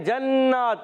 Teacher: نون مشدد ایک الف کا غنہ ہوگا